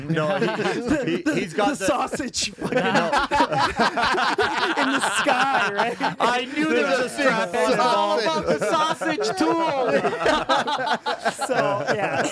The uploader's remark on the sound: we are on location at his store Mississauga Hardware Centre just outside the Toronto core